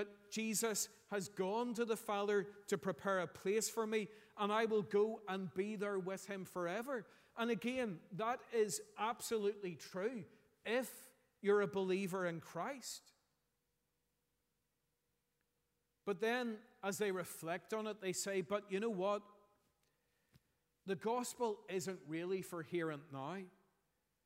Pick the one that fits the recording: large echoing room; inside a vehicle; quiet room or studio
large echoing room